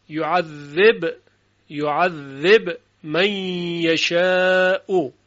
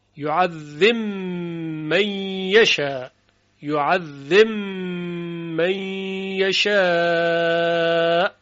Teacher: اما در قرائت ابی عمرو بصری با در میم ادغام میشود · Shown in: second take